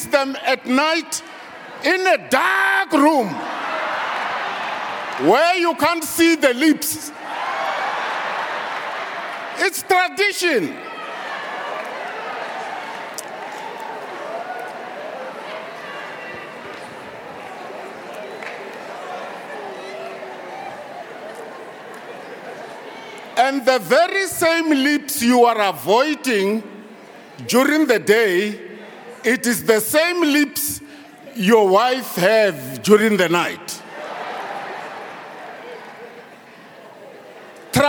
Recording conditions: large echoing room